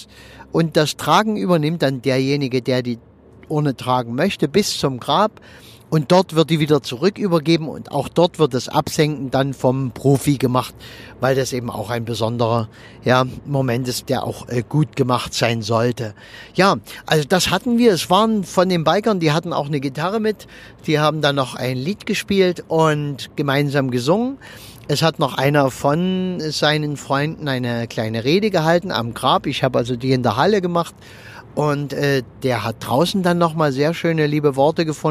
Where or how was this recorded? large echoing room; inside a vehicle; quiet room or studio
inside a vehicle